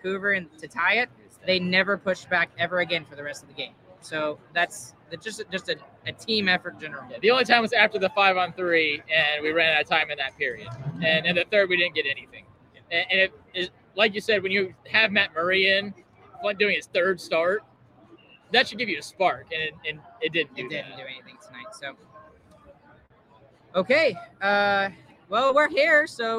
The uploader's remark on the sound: LIVE from PNC Plaza at the American Airlines Center